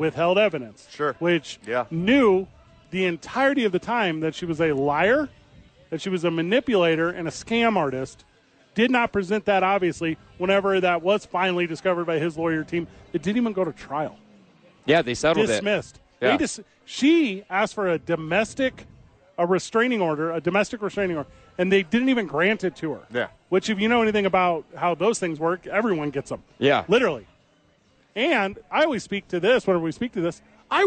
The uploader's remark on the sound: live at Santa Fe Brewing for TNF